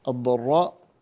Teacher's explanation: الراء المفخمة بعدها هذه الألف، فالألف تفخم تبعا لما قبلها، ف لا تحاول أن ترقق الألف، لا تقول الضراء فكأنك نزلت إلى الترقيق وهي مفخمة إلى آخر صوتها، فانتبه أن تفخمها، فالألف تتبع ما قبلها تفخيما وترقيقا.